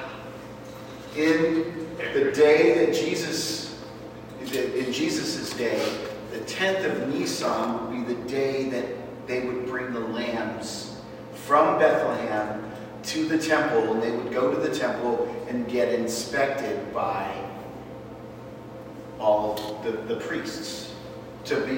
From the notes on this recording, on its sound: This is a recording of a Men's event we did before Christmas 2023. The Audio is not our highest quality.